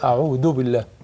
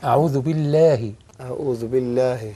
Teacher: إنما النطق الصحيح ذال وطلع لسانك فيه · Shown in: second take